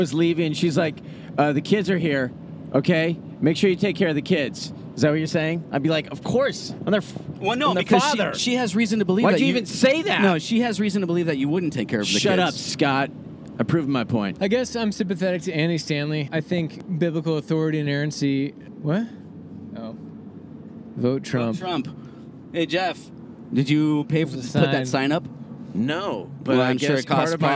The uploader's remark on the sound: Recorded on a brief road trip to Arizona!